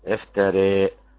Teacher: وتفتح الشفاه وأنت تميل لتأتي بالتقليل